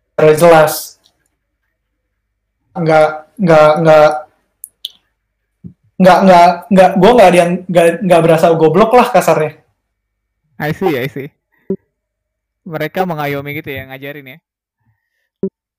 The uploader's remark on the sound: This is a recording from a talk in Discord